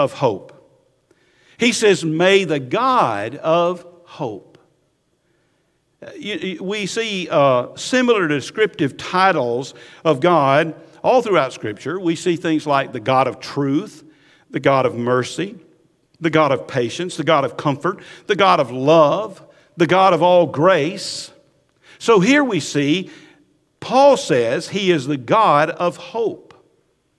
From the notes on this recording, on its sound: Recorded at Highland Baptist Church, Molino FL